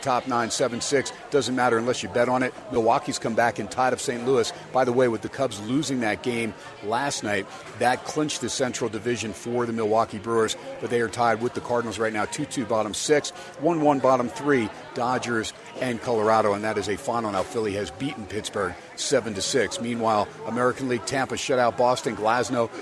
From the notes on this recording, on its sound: "Live" from #SteinersPub in #LasVegas